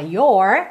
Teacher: no inglês americano a gente fala your, com a língua enrolada